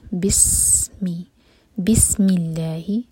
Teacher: سین پر سیٹی کی آواز، بسمی